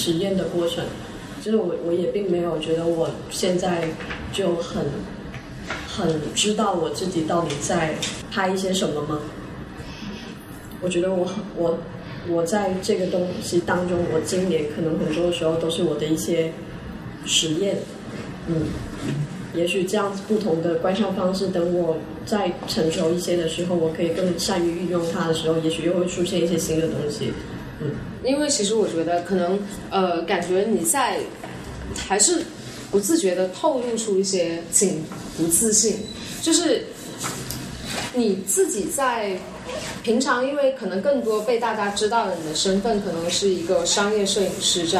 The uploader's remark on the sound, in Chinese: 本期为展览「素描之间」开幕对谈的现场录音。操作失误导致的质量不佳，还请理解。